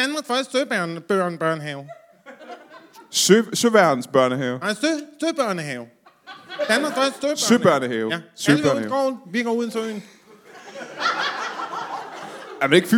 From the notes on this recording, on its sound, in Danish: LIVE fra Nyborg.